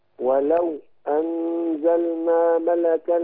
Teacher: الواو ساكنة وراها همزة هتسكت على الواو · Term: السكت